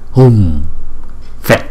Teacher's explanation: chữ u có dấu gạch ngang chúng ta phải đọc hai nhịp